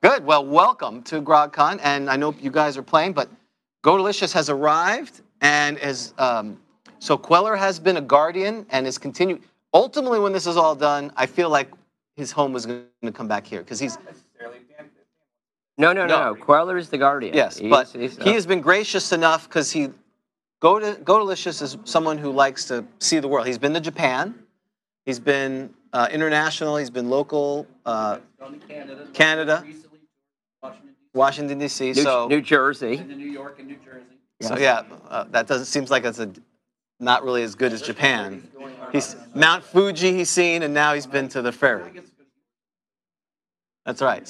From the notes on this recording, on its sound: Live at Grogcon 23. Stream live for the last time while at Grogcon 23. The audio quality is as good as it can live in a big room.